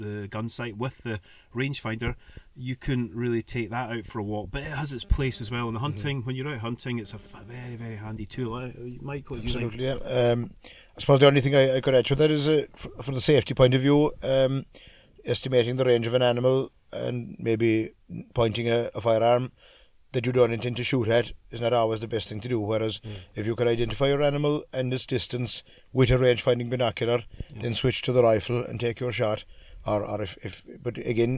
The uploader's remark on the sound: This episode of the podcast was recorded during the Swarovski Open Day that took place on the 14th of April 2018 in the Kingdom "An Riocht" Rifle & Pistol Club.